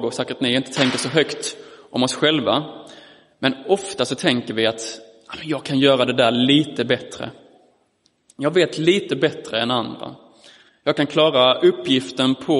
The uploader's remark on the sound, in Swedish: Inspelad i Roseniuskyrkan den 18 september 2022.